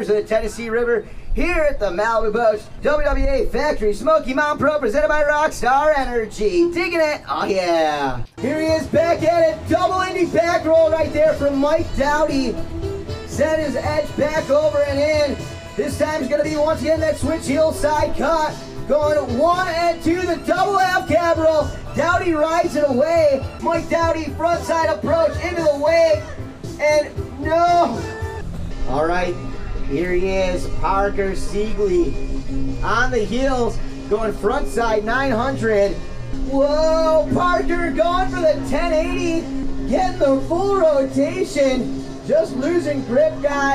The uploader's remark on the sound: Episode 76 is an “Event-Cast” from the Malibu Factory Smoky Mountain Pro, stop one of the 2017 Malibu Boats Evolution Pro Series. This podcast was recorded on-site outside of Knoxville, TN at the Malibu Factory during the contest and includes audio from the event and athletes.